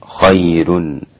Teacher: والراء هنا مرققة للإمام ورش